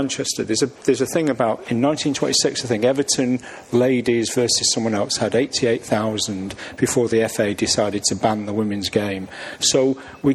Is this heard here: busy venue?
yes